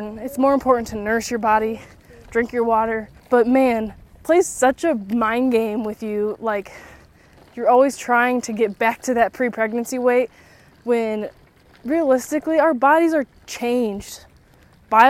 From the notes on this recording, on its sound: Come stroll with me as I walk and talk